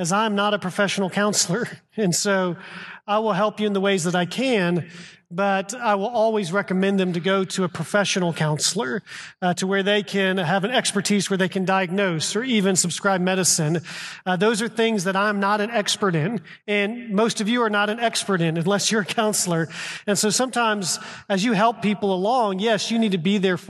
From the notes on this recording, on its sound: A recording of our live event